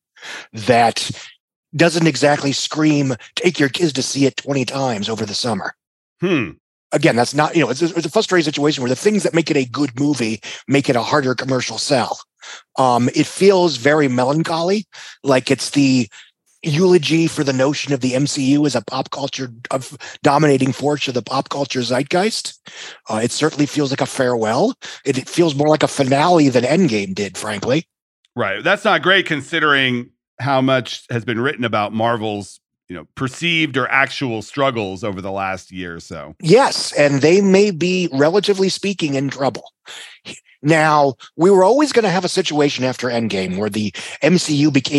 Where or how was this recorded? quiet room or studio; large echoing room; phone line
quiet room or studio